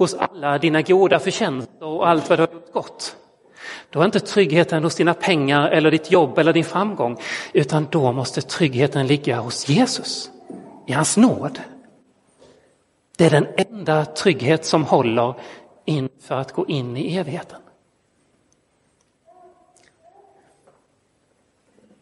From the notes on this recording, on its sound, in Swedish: Inspelad i Roseniuskyrkan den 16 oktober 2022.